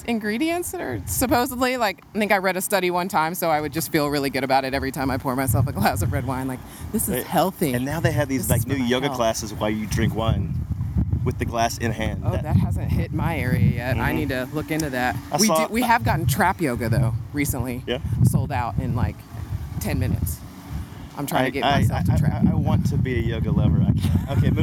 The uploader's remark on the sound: We recorded mini LIVE interviews from the Wild Goose Festival at our BT tent and along the Main "Street." The audio quality is not stellar on this episode due to the background noise/ conversations.